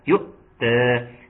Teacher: اسمها همزه قطع، هتحس ان الصوت بيتقطع وانت بتقرا يؤتى. ثم التاء تكون مرققه، والالف المد الطبيعي نحافظ عليه يؤتى.